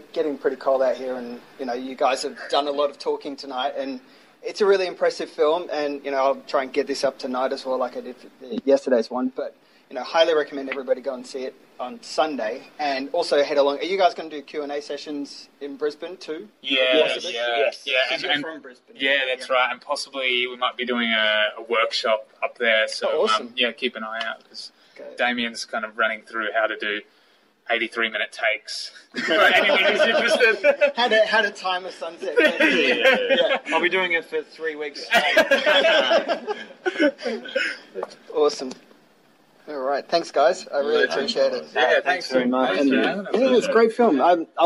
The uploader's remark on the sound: Was recorded outside Luna SX after I'd had a chance to see the film.